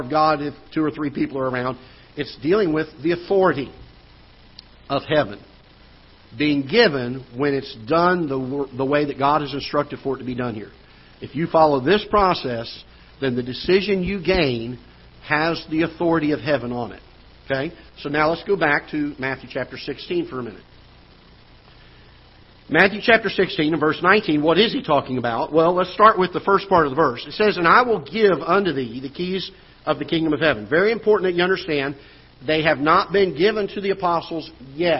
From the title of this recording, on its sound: Ketha Heights Baptist Church ~ Live Broadcast